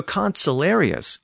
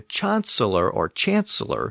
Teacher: that hard K sound of the letter C shifted to a CH sound at the beginning of many words